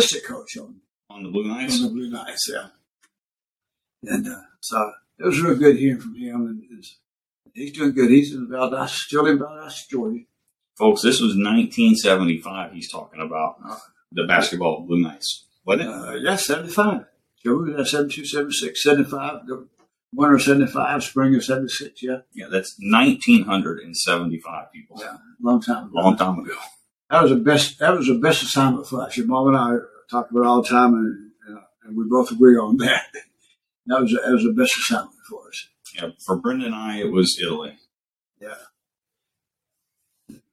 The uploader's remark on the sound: We apologize for our continued technical difficulties.